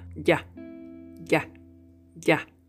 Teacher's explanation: This sound is called a voiced fricative palatal. This means that to produce it, you must place the central part of your tongue towards the hard palate and rub them together.